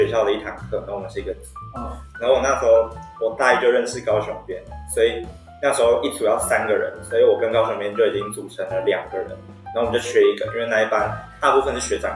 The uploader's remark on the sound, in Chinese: 由於第一次使用麥克風錄音，導致收音跟音量沒拿捏好QQ，還請見諒。